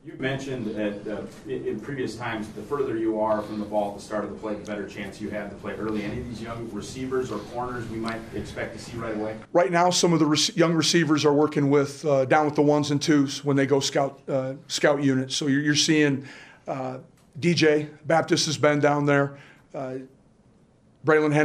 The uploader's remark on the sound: Press conference. Speaks with the media on Monday afternoon.